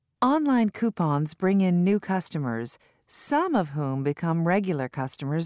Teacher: Notice how the prepositions before the relative pronouns are reduced. Notice also which word has the primary stress in each phrase.